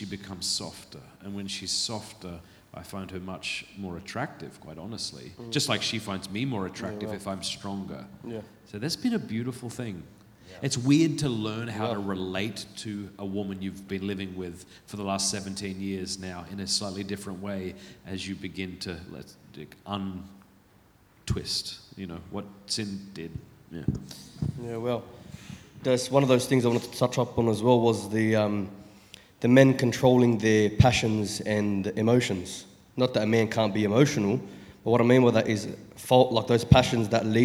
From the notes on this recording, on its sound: A special live filming of Pints with Aquinas at the Purpose Conference 2023.